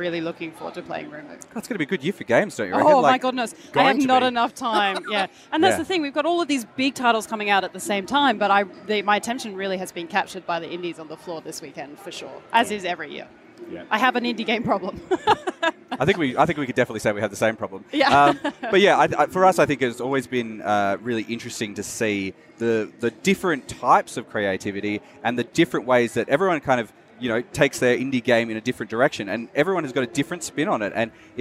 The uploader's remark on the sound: A collaborative episode recorded live on the PAX Australia convention floor.